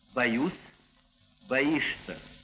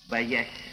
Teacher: Глагольные окончания, которые пишутся «с» мягкий знак и «ся», произносятся с твердым «с». · Shown in: first take